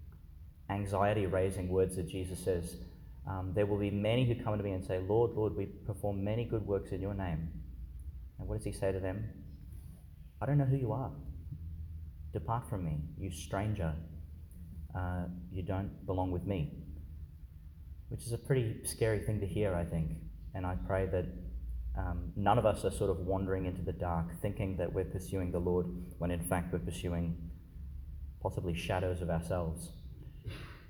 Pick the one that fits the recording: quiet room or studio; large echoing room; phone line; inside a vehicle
large echoing room